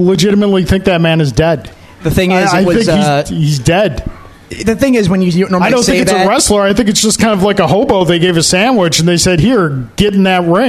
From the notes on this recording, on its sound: LIVE at Daily Planet Coffee to celebrate 100 episodes and taking audience questions